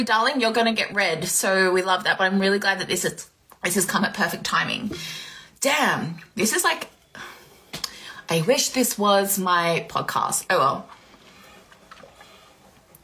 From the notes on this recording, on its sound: an impromptu instagram live